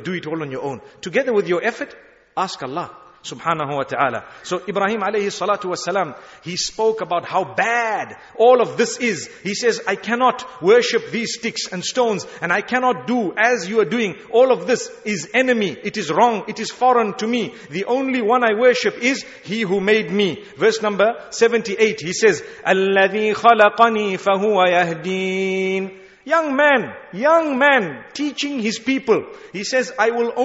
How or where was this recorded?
large echoing room